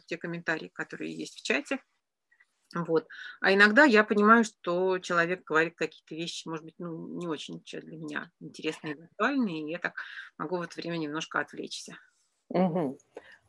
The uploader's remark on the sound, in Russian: Подкаст записан в формате живой беседы в зуме.